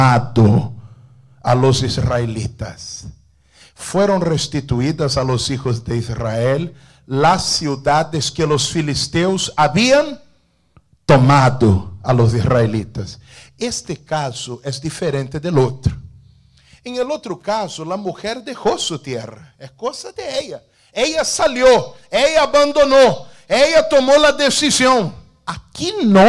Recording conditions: large echoing room